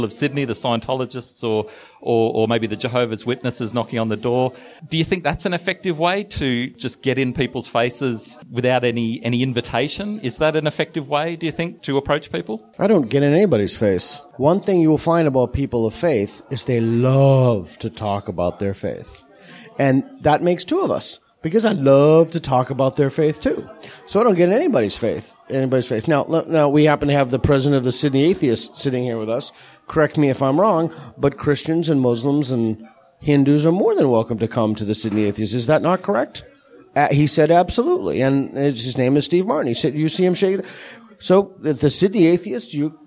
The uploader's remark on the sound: In front of a live audience in Sydney.